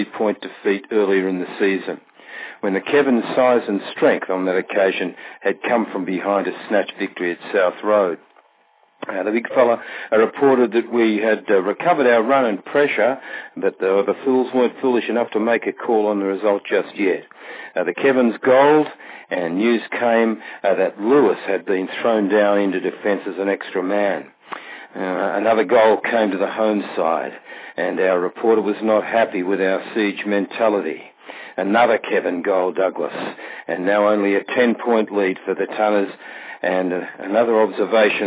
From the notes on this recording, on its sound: Courtesy of live phone updates.